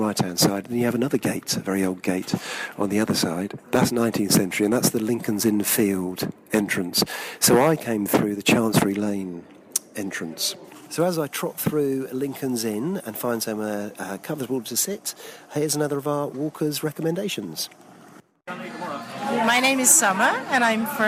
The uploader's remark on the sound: This podcast was recorded on location in London.